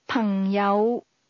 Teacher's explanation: The tones in friends fall to the low level, then rise.